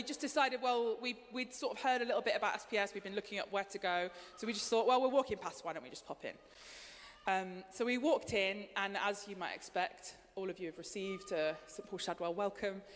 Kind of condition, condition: setting, large echoing room